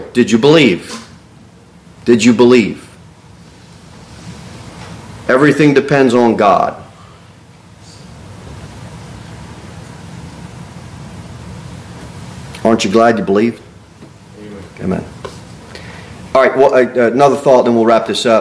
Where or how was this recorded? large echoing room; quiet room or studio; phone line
large echoing room